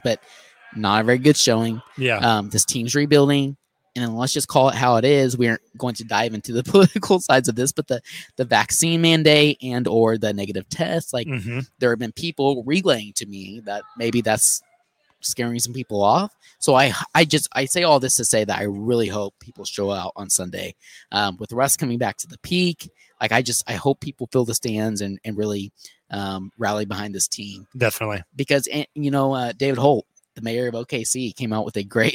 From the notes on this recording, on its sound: go live from Prairie Ale House in OKC